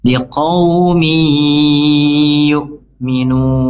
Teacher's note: min di sini berharokat kasrotain, langsung masuk ke huruf ya, ya disertai dengan dengung dan ditahan 2 sampai 3 harokat